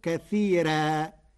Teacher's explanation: قرأ ورش كلمتي كثيرا بترقيق الراء فتصير كثيرا لأنها لغة بعض القبائل.